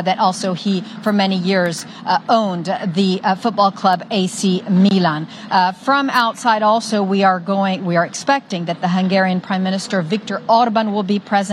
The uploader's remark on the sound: We are live at Vivatech in Paris